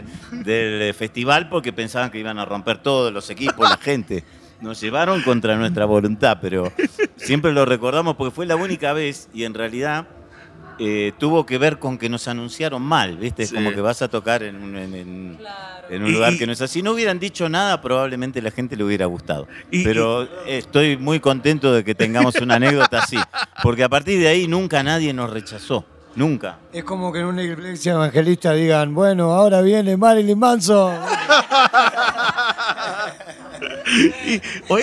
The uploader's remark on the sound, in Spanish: Grabado en el backstage de el icónico Foro Sol en la Ciudad de México, este sirvió de trasfondo perfecto para esta entrevista realizada justo cuando el grupo estaba a punto de subir al escenario.